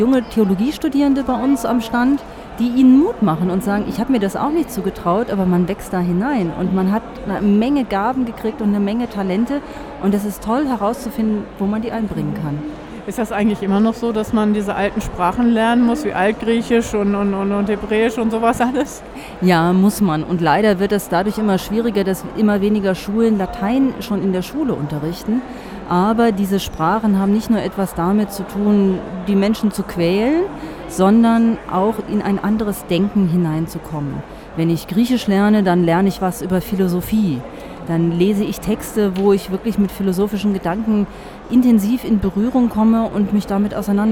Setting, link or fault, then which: setting, busy venue